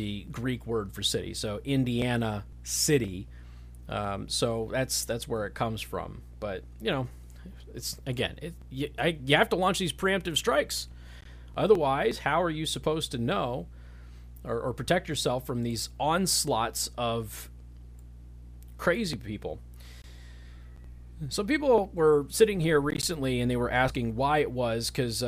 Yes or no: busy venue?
no